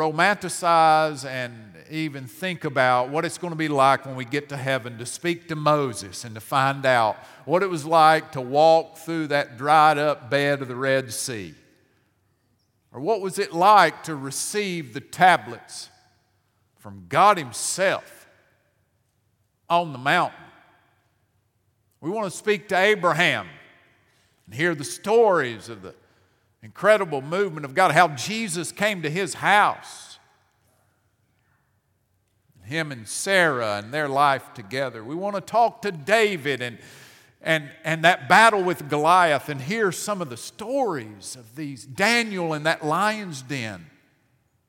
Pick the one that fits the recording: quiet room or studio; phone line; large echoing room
large echoing room